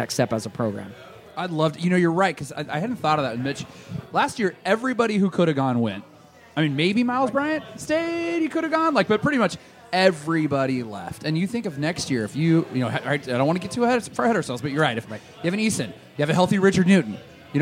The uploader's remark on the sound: Live from the Roanoke.